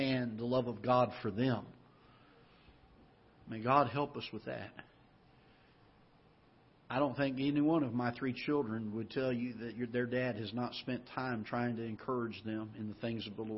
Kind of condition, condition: setting, large echoing room